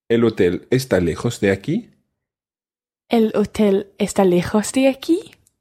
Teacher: So it's just like saying the statement, el hotel está lejos de aquí, but then raising your voice at the end.